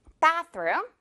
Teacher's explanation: Bath 부분에 강하게 강세 주는 거예요.